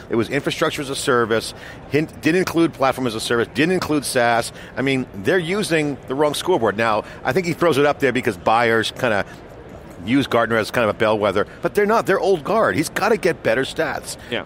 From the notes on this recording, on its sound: live from re:Invent 2017